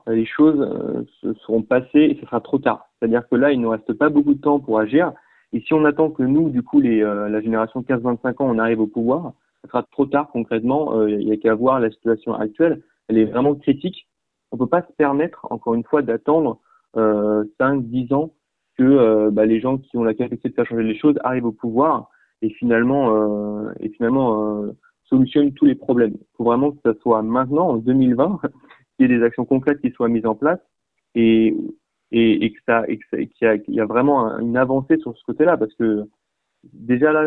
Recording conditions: phone line